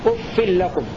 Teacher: قرأ نافع وحفص بكسر الفاء مع التنوين